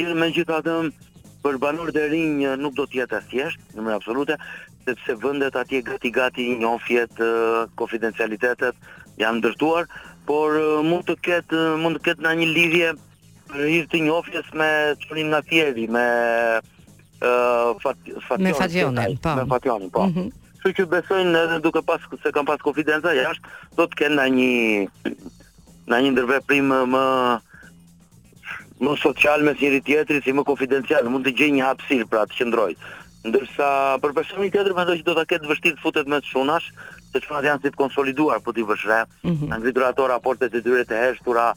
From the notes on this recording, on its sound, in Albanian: ishte i ftuar nëpërmjet një lidhjeje telefonike